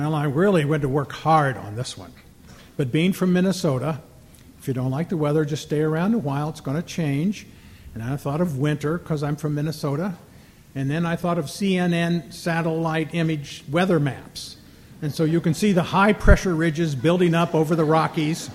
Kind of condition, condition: setting, live audience